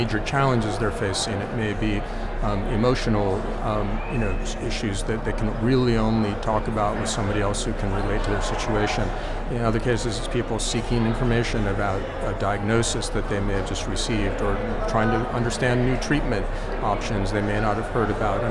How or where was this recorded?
busy venue